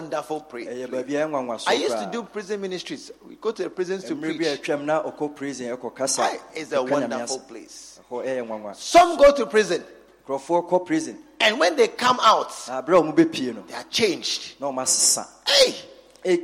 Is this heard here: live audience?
yes